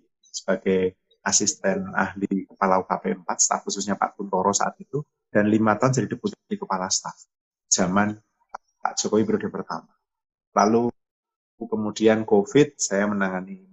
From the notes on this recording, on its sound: NALAR TALKS Live on Instagram